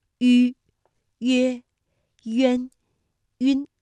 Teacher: 发音的时候双唇搓拢成圆形，所以叫做搓口呼 · 两唇要拢圆，略向前凸，舌尖抵住下齿背，使舌面前部隆起和硬腭前部相对